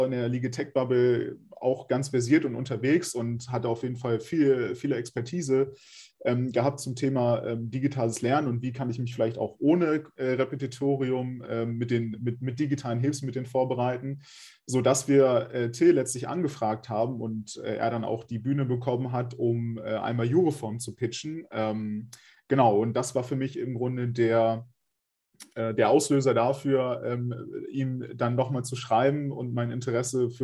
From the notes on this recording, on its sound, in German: Das Gespräch fand online statt, daher ist die Tonqualität leider nicht wie gewohnt.